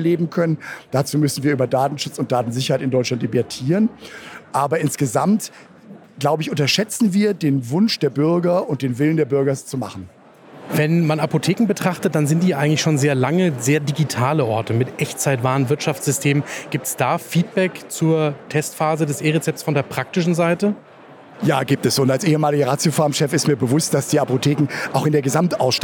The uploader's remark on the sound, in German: Diese Folge wurde live auf der expopharm 2022 aufgezeichnet, der größten pharmazeutischen Fachmesse in Europa.